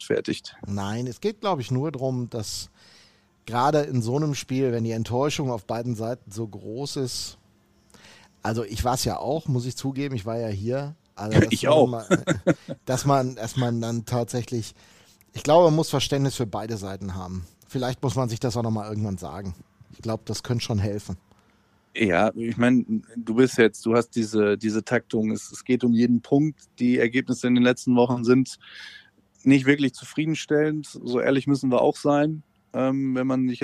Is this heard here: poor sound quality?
no